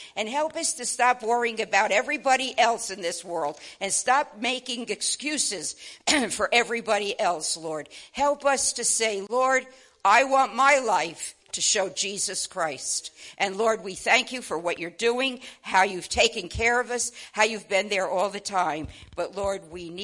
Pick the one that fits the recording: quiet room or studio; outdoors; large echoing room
large echoing room